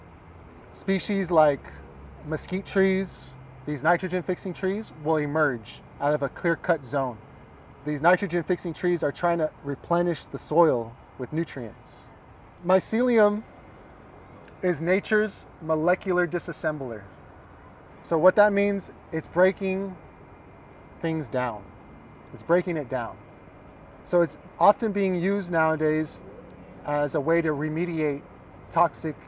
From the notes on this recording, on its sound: a tour of Festival Beach Food Forest in Austin, Texas.